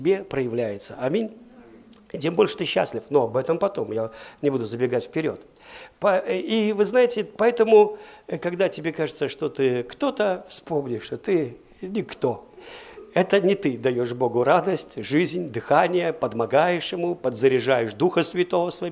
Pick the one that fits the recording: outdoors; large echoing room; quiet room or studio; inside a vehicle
large echoing room